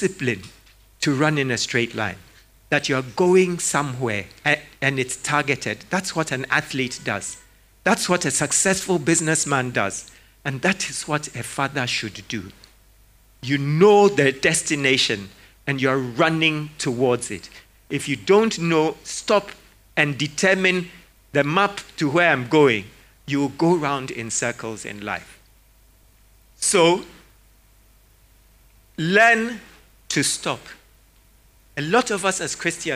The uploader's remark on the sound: Sermon preached at CBC Shiashie Campus